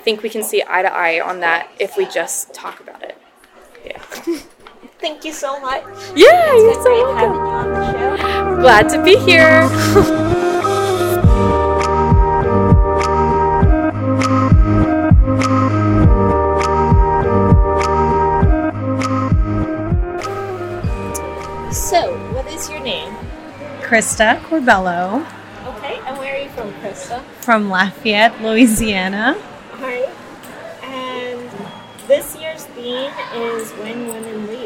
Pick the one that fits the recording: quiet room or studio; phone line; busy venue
busy venue